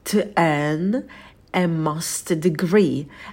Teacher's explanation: В слове earn звук «э», такой расслабленный шва, долгий